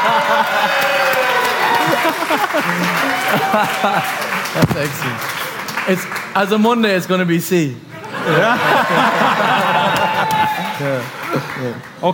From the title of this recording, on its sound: House of Rugby World Cup launch party